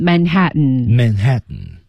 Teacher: Manhattan, Manhattan.这里有一个停顿啊，有一个这个稍微有一点喉音停顿